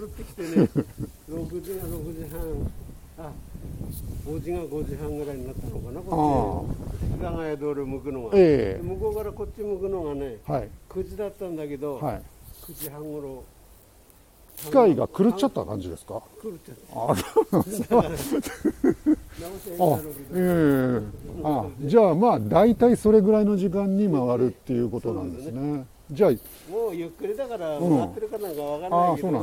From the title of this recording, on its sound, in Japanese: tokyo walk&eat radio LIVE 東宝スタジオから大蔵大仏